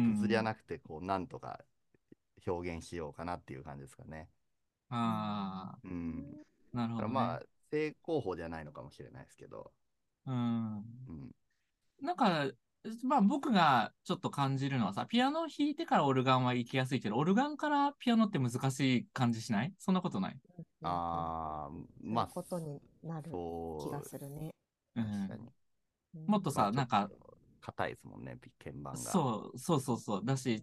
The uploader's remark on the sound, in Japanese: zoom（リモート収録）